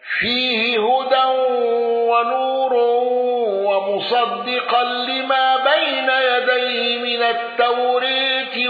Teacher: خلف عن حمزة بالسكت على المد المنفصل وأل وإمالة التوراة